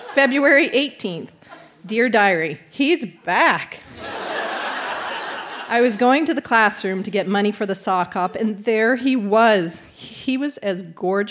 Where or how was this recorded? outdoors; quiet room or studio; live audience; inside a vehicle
live audience